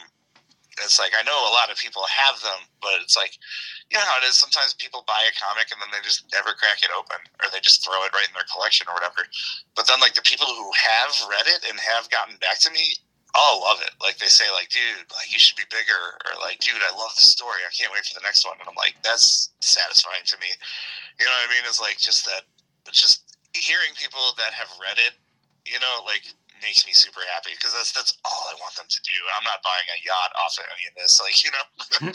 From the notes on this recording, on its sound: Record via phone between Grand Rapids, Michigan and Chicago.